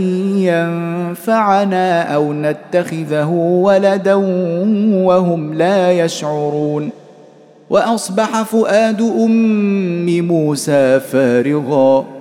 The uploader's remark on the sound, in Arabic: مسجل من صلاة التراويح بمسجد السلام بحي مشرفة بجدة.